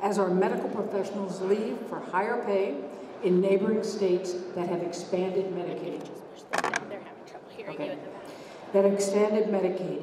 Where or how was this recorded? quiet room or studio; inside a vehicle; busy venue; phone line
busy venue